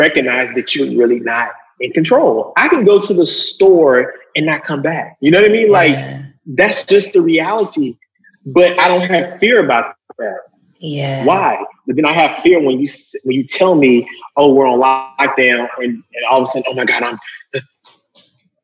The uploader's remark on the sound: The episode was recorded online as he’s based in New York.